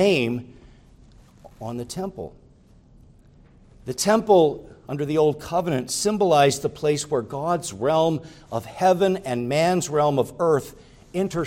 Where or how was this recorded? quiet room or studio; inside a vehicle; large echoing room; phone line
large echoing room